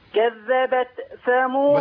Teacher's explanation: حضرتك بتعمل قلقله في التاء